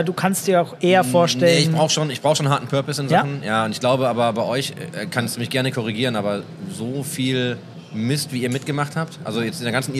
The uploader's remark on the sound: Live at IEM